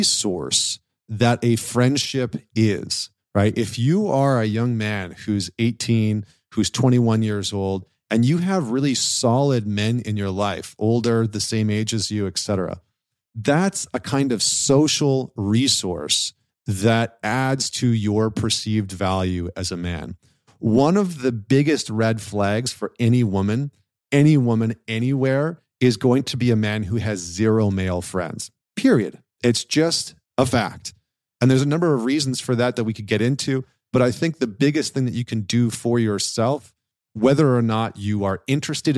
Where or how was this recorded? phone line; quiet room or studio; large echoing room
quiet room or studio